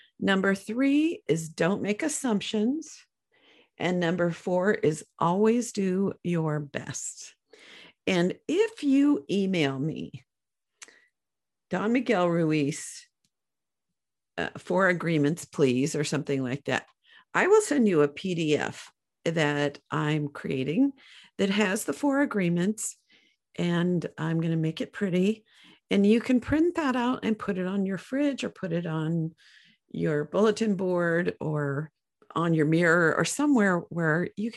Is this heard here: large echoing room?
no